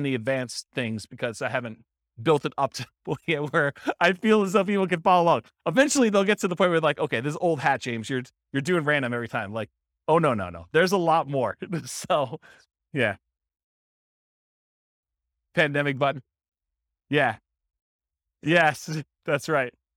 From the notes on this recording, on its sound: This was a live class recorded